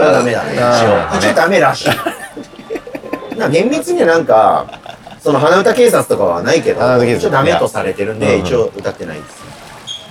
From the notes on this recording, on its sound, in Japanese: 本当は静かな公園で録る予定だったのですが突然の雨によりびっくりドンキーに避難して収録したので、ほどよくガヤガヤしていますがご容赦ください。